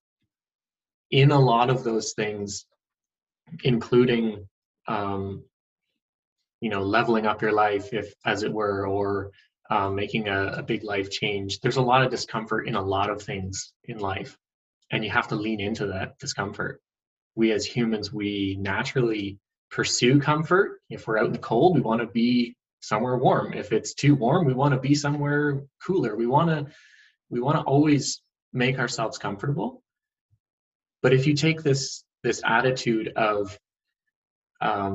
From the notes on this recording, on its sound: First Zoom interview was more than a success!